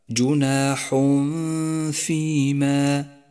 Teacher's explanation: جاء التنوين وجاء بعده حرف الفاء وهو حرف إخفاء، والواجب هنا أن نخفي التنوين بحرف الفاء مع بقاء غنة للتنوين زمنها حركتان من غير تشديد لحرف الفاء · Term: الإخفاء